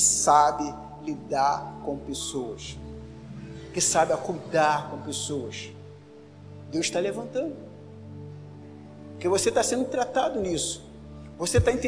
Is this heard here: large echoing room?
yes